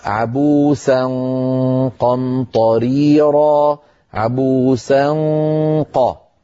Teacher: لما ختمت التلاوة عبوسا قمطريرا، لابد من أن نهيئ الفم على مخرج القاف عند نطقنا للنون المخفى عند القاف، عبوسا قا، فيخرج الصوت مفخما لأن الفم مهيئ على مخرج القاف ولسان المزمار راجع إلى الوراء وفي تضيق في الحلق، فيؤدي هذا إلى غنة مفخمة